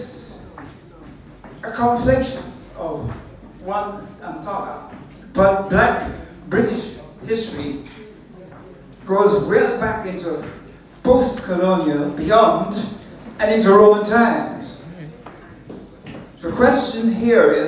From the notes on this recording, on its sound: This is a recording of the event. Held at the Classic in Tooting Bec, London (UK).